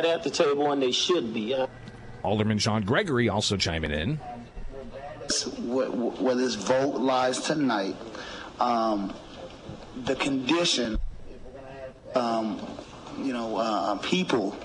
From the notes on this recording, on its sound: Live from the Illinois State Fair